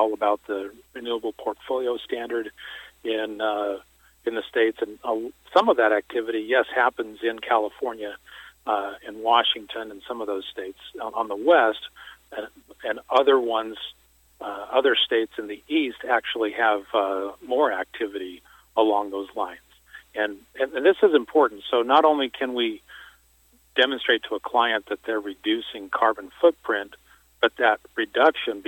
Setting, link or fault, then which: link, phone line